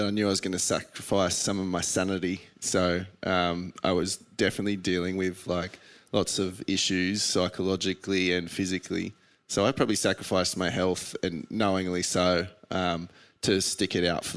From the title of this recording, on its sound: Retirement Party LIVE from Torquay